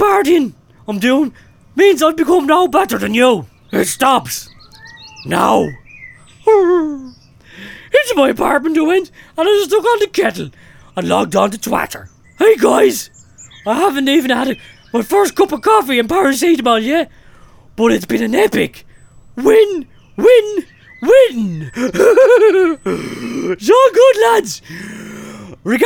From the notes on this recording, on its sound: goes on location to Dangleberry Farm for a special broadcast